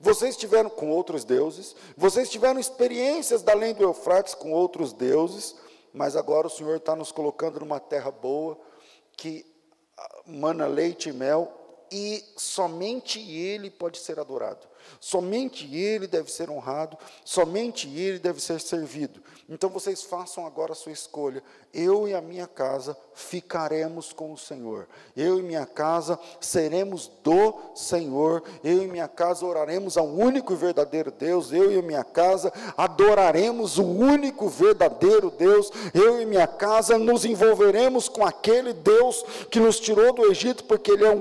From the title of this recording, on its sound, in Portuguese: Culto ao vivo